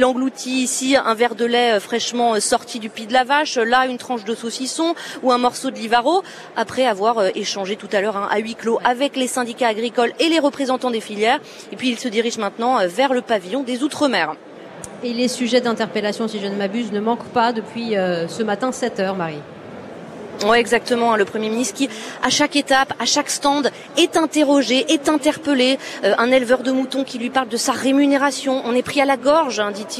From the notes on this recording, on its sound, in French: Au salon de l'agriculture. Deuxième journée en direct du Salon de l'Agriculture pour Ma France.